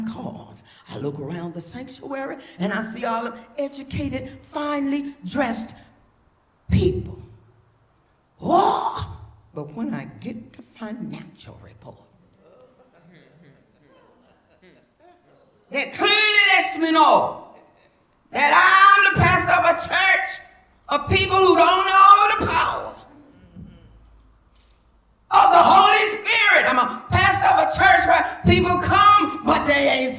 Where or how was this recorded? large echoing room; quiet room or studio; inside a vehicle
large echoing room